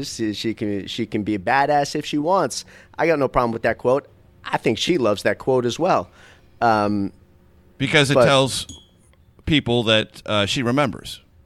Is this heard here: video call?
no